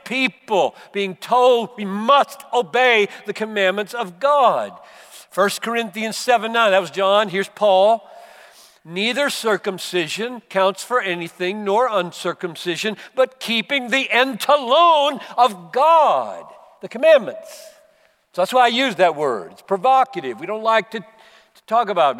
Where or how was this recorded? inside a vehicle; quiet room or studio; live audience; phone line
live audience